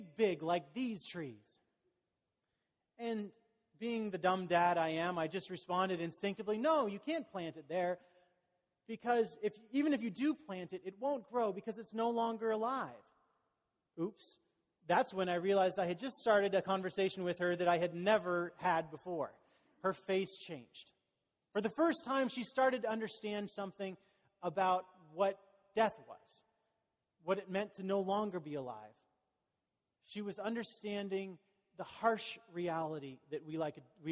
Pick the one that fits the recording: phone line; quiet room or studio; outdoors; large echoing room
large echoing room